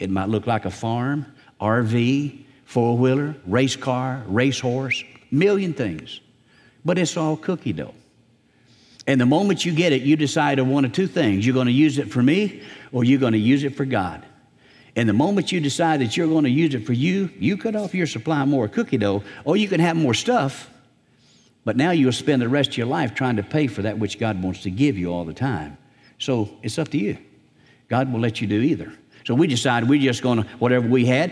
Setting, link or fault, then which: setting, large echoing room